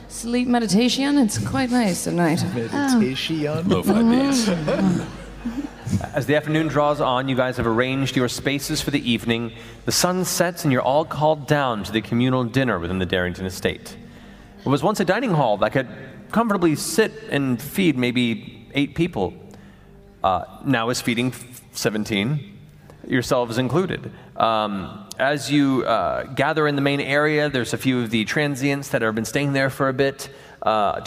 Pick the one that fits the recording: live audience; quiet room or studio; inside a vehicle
live audience